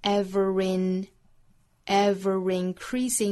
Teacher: ever 和 increasing 之间有小 r 的音 ever increasing 就是在 increasing 的前面、啊、加一个小小的辅音 r 变成